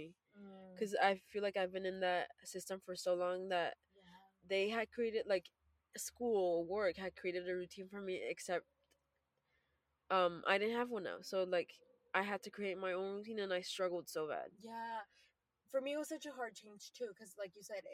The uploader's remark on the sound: This chatty episode recorded from our car.